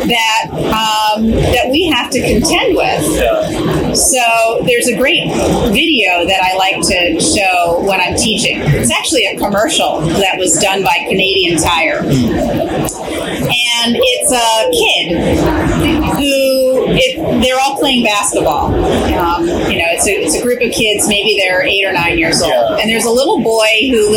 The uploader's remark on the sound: LIVE AT NAA